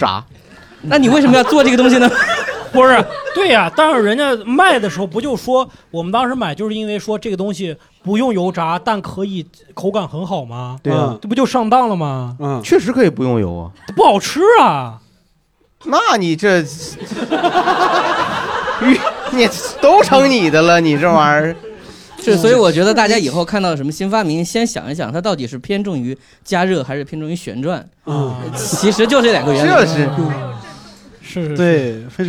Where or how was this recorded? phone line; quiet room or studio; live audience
live audience